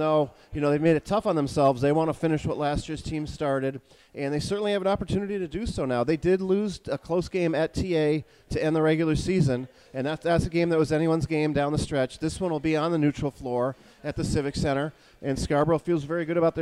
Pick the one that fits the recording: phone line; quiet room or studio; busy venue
busy venue